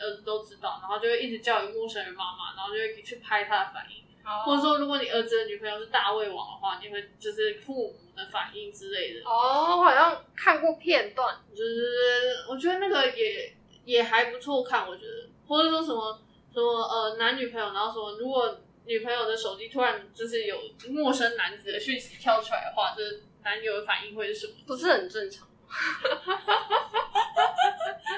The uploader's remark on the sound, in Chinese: 戴口罩錄音，聲音也悶悶的